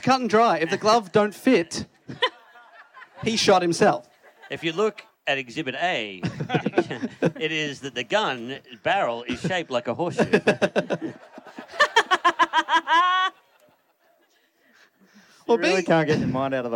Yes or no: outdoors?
yes